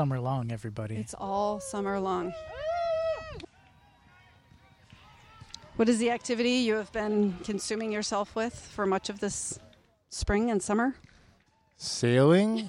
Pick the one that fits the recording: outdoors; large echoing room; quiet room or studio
outdoors